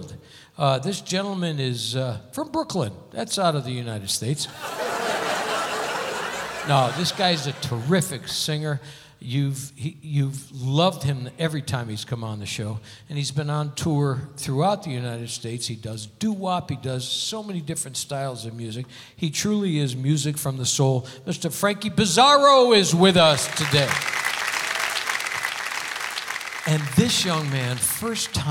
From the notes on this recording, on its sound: Live at the South Point Casino